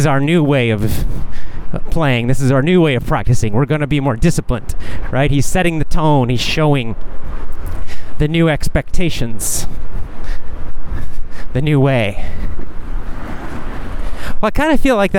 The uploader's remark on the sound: A casual chat while walking.